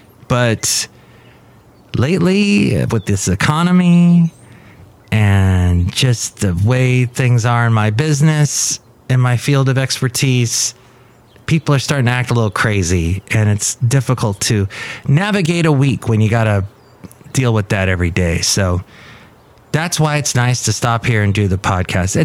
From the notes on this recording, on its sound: podcasts live from Café Anyway